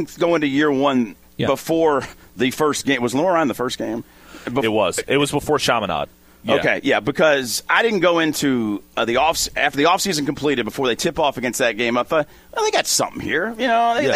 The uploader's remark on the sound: Broadcasting live from The Fitness Market! 2521 Plantside Dr, Louisville, KY 40299.